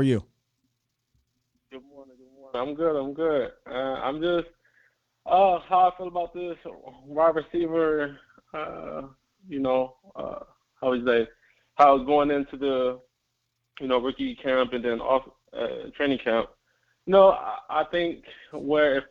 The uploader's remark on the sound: Takes your phone calls. Audio versions of the LIVE shows.